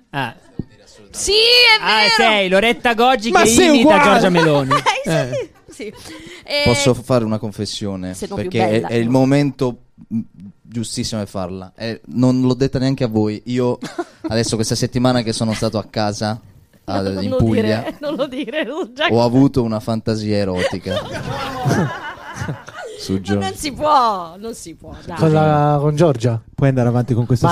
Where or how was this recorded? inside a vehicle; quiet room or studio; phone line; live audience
live audience